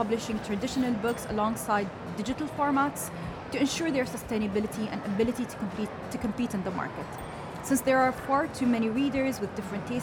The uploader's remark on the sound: Live from SIBF 2022